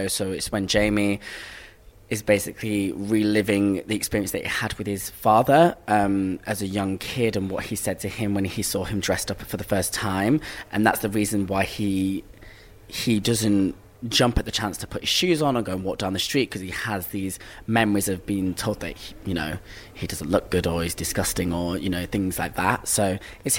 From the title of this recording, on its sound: Backstage at the Magic At The Musicals